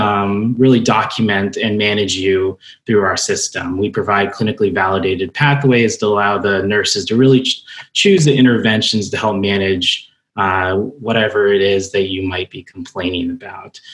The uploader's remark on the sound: This panel discussion originally took place at BattleFin's Virtual Discovery Day event on July 22nd, 2020.